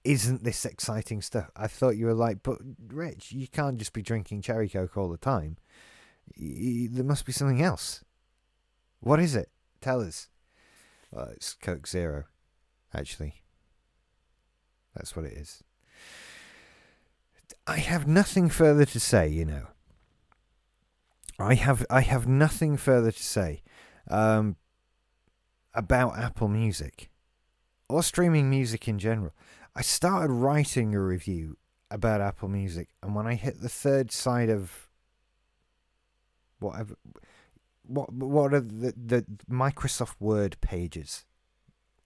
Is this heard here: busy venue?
no